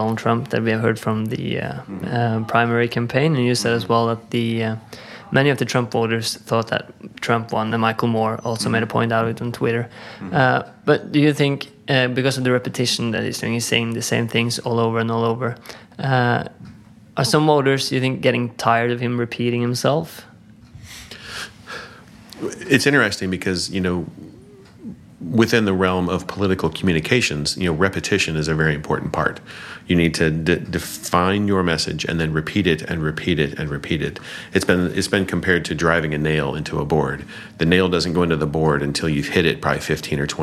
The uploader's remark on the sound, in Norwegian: Vi er på taleskriverkonferanse i Washington DC